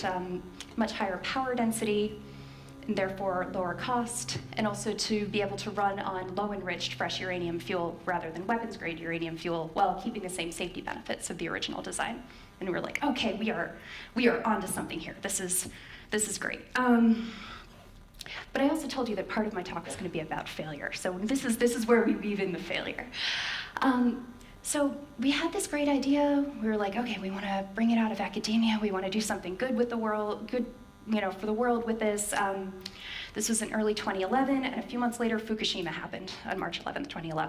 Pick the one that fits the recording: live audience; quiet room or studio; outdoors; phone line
live audience